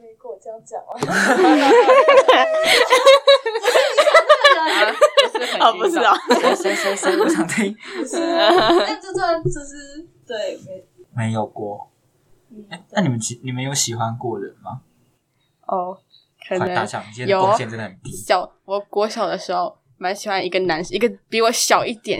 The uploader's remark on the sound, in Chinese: 因為收音的問題，可能會有些不太清楚